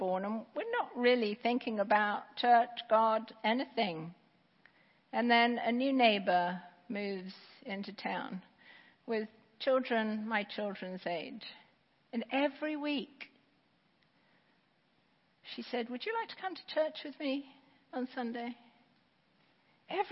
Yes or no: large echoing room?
yes